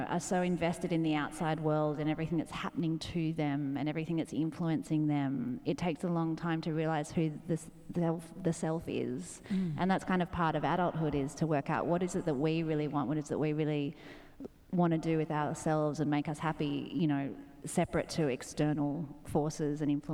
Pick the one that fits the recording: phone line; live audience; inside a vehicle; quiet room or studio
live audience